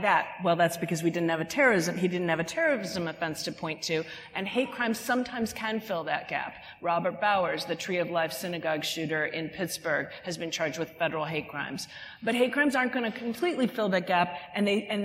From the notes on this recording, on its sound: Lawfare and the Strauss Center for International Security and Law sponsored a series of panels at the Texas Tribune Festival. We bring you the audio of our Tribfest event.